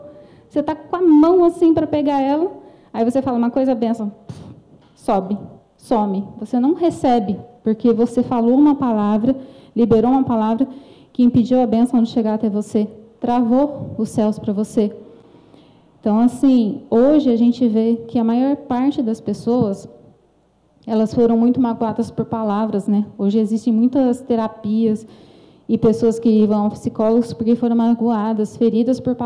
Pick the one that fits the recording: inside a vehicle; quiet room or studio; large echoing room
large echoing room